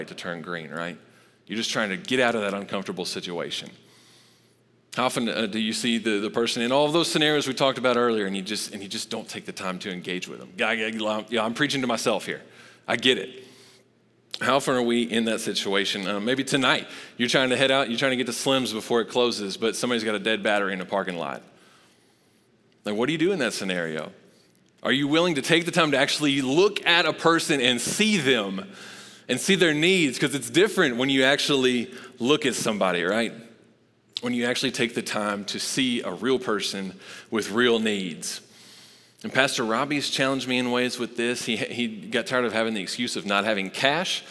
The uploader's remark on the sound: Recorded live at Long Hollow Church on November 1, 2022.